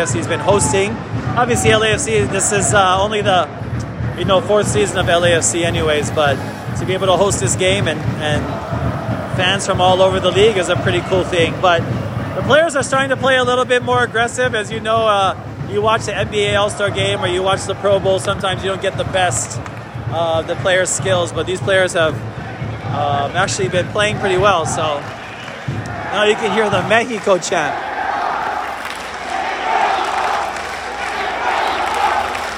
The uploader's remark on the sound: Live from MLS All Star Game 2021